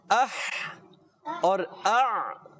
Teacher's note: اح کی آواز حلق کے درمیان والے حصے سے